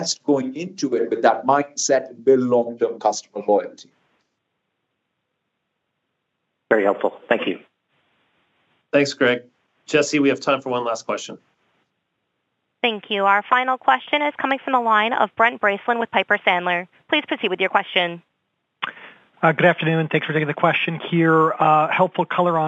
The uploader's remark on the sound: Q1 2023 Earnings Conference Call.